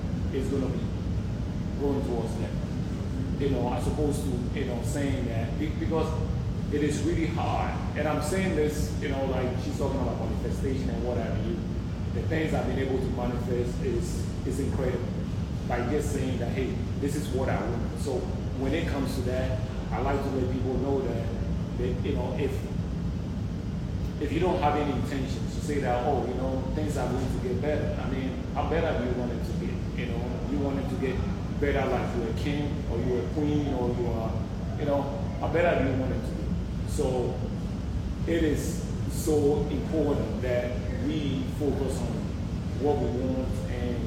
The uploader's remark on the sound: Live Show. In this final live installment of the "Sugar and Spice: The Unfiltered Therapist Podcast". Listener interactions.